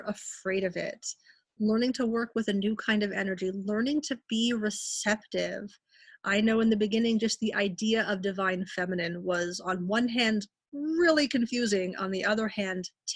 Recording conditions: video call